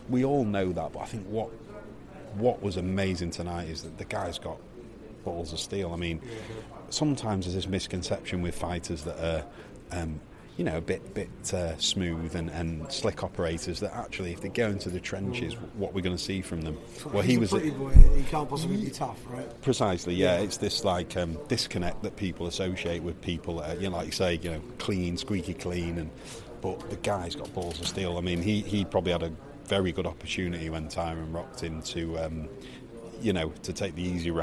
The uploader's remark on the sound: UFC 205 press room special. Who covered the fights from Octagonside, then the press conference backstage, before grabbing some of his press room buddies for some post-fight reaction in this Brit Pack special.